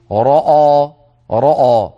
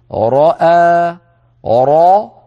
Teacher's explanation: فمن جملة ذلك أن الراء المفتوحة مفخمة لكن الهمزة لا، فلا نقول لا نقول رأى رأى، بل نقول رأى راء، فنفخم الراء ثم مباشرة بعد انتهاء صوت الراء يعود الفم إلى وضعه الطبيعي فننطق الهمزة مرققة · Shown in: second take · وكذلك الألف التي بعد الهمزة هكذا راء راء، هكذا نطق هذه الكلمة نطقا صحيحا.